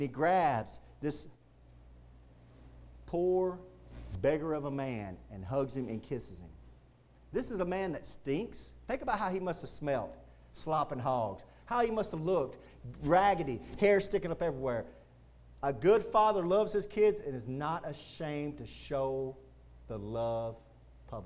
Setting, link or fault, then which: setting, large echoing room